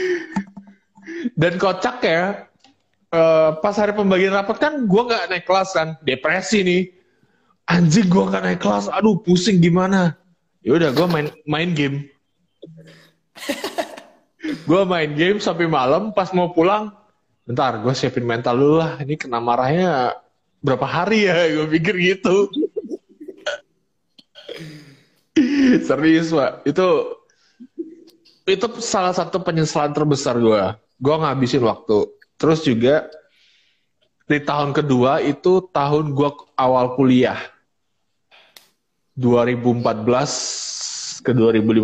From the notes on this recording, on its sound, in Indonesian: Sebuah percakapan antara 3 insan manusia yang di lakukan secara Live di Intagram.